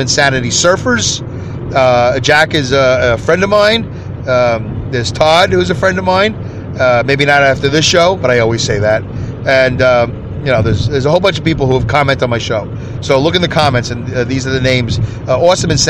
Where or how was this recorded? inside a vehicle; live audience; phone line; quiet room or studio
inside a vehicle